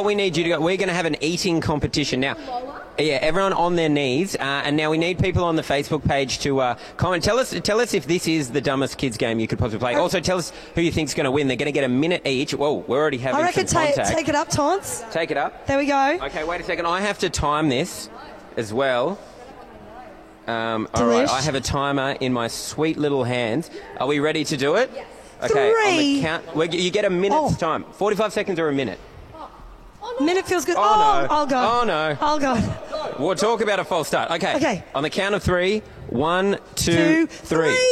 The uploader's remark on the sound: Six at 6 at the Melbourne Comedy Festival. Live from ACMI.